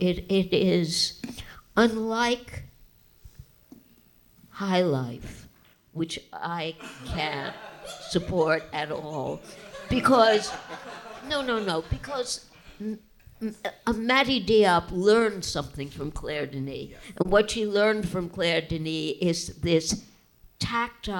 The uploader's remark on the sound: We announced the results live at a special Film Comment Talk.